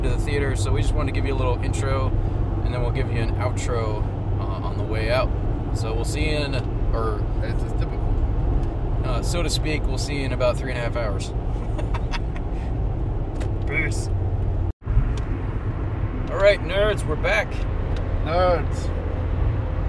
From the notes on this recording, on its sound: Jump in the car with the Irreverent Nerds as we travel to and from the theatre.